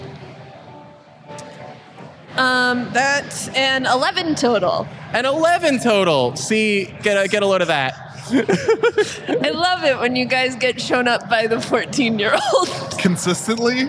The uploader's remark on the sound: In their second live appearance, the Ghosts on a Train gang played a short encounter on The Creator Stage. At Fan Expo Boston 2023!